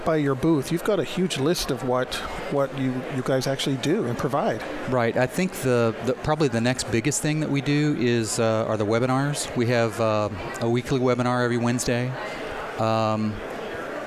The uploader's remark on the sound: broadcast live from DRJ 2018 in Phoenix Arizona